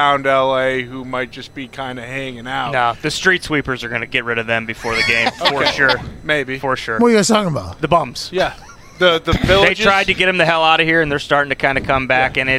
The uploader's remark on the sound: LIVE From Radio Row In LA. Live from radio row in Los Angeles.